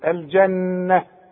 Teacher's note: الجنة لازم تغني النون